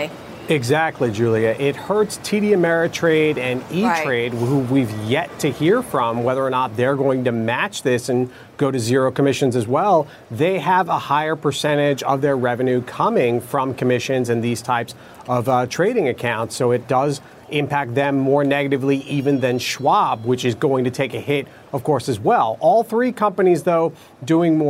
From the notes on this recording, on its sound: live from the New York Stock Exchange